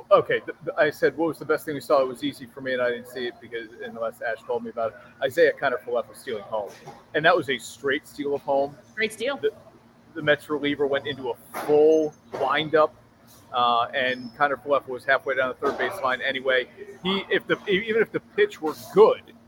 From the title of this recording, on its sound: LIVE from Minogue's!